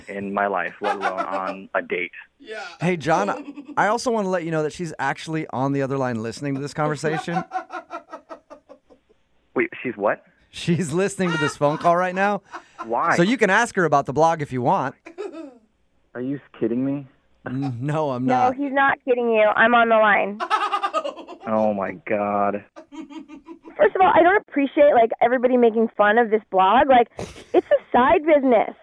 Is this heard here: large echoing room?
no